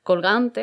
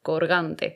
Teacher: un rasgo muy típico del andaluz, la neutralización de R y L implosiva · Shown in: second take · Estas consonantes no se diferencian cuando están delante de otra y dependiendo de la zona se neutraliza una u otra.